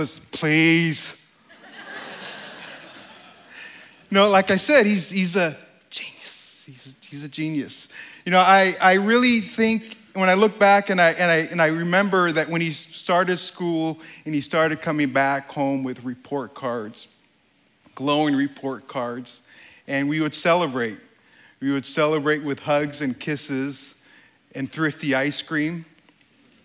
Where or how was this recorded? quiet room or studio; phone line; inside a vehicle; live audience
live audience